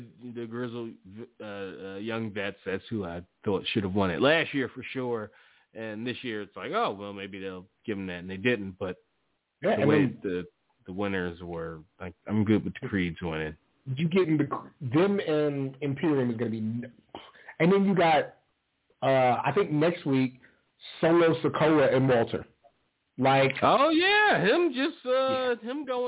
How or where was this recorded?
phone line